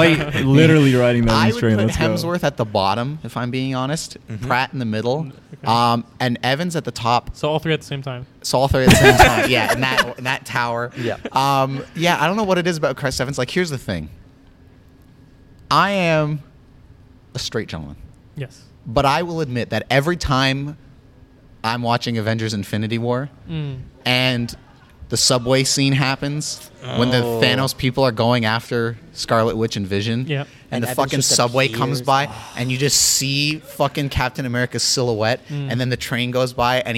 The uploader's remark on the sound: LIVE at UTM. The boys went to the University of Toronto Mississauga and recorded a special episode of the show live and with numerous sit in guests from the campus.